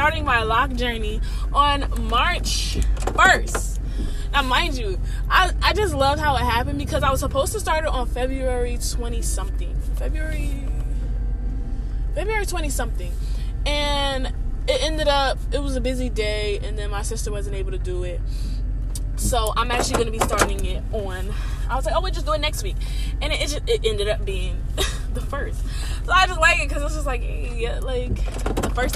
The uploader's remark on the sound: Apologies for the noises I was driving but felt so inspired to record I didn’t want the words to elude me. About half way through it stops.